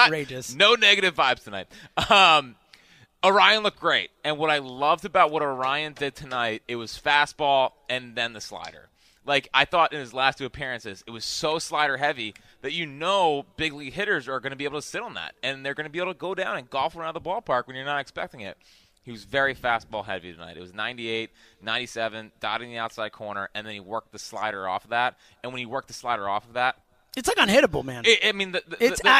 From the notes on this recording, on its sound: live from the ballpark